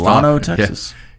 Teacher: The Texas town Llano is pronounced with the L sound, and they get very upset when you use the Y sound.